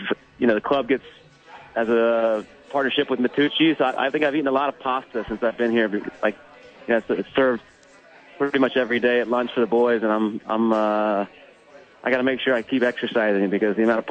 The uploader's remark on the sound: live from Red Door Brewery Downtown Albuquerque